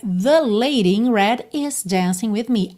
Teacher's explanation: esse the é muito fraquinho na frase porque o que importa mesmo é lady e red